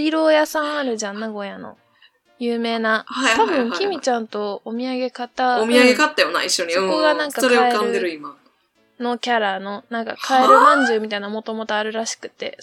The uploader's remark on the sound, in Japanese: 新しい収録の機械にチャレンジして失敗しました！途中で爆音が入ります。お聞き苦しいですがどうぞ。